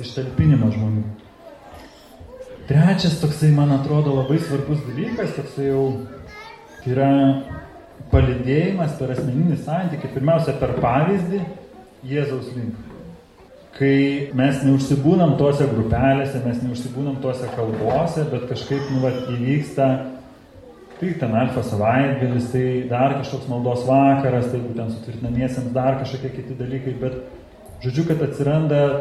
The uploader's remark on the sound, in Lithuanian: Įrašas iš Šeimų festivalio